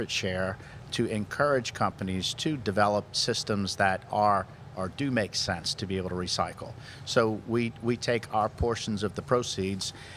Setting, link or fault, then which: setting, busy venue